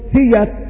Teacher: ننقل حركة الهمزة إلى الساكن قبلها فتصير سيئت